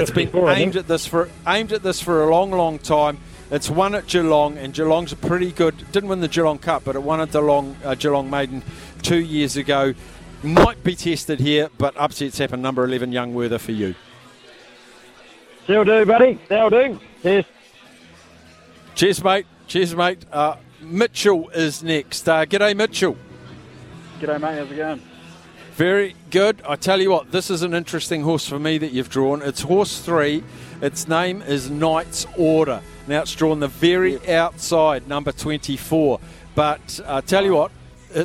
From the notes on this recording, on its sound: LIVE from the Fox in Auckland for Melbourne Cup Day